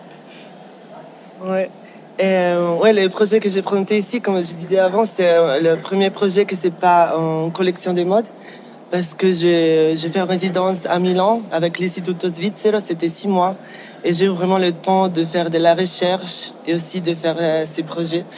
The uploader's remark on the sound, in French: Enregistrées “in situ” lors des Swiss Design Awards. Enregistrées “in situ” lors des Swiss Design Awards. Le contexte installatif des SDA. Au sein même des murs de la Messe à Bâle.